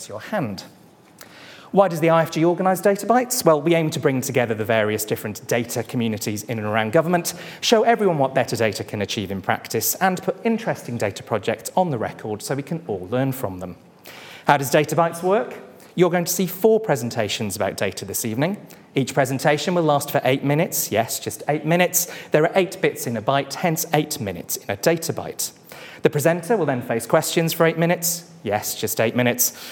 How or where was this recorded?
live audience